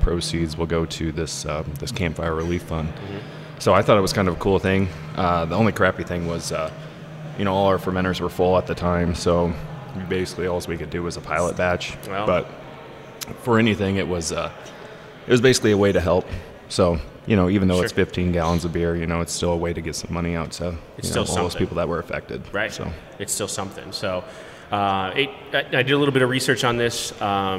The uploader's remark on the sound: We went to a local brewery, Kros Strain Brewing Company in Omaha, to record our podcast